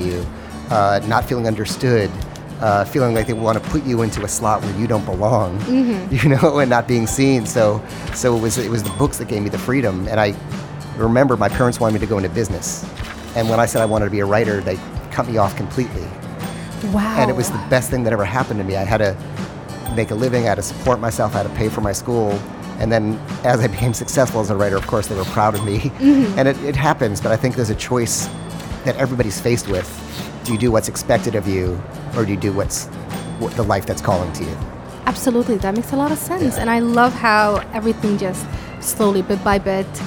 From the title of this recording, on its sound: Live from SIBF 2022